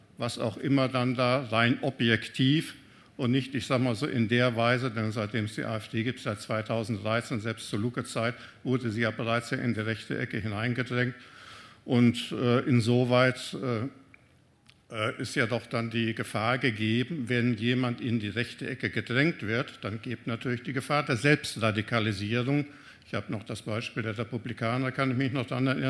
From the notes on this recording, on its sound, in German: im RP-Zelt beim Campfire-Festival in Düsseldorf